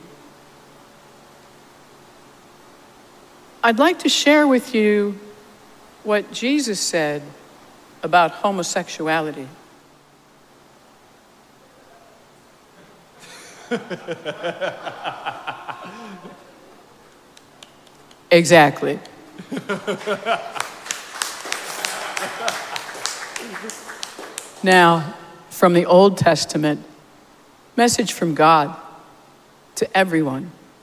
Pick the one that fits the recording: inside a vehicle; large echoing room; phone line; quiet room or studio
large echoing room